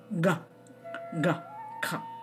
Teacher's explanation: So those are all in the back of the throat. They're called the guttural position.